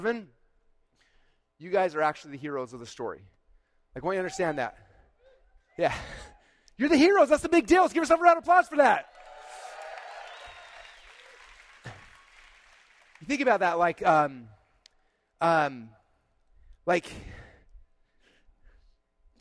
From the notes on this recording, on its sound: This was my keynote presentation at Funnel Hacking LIVE 2022